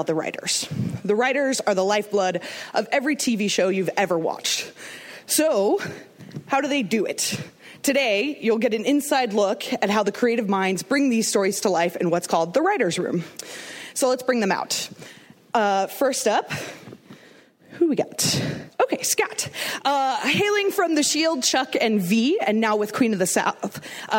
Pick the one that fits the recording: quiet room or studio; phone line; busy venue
busy venue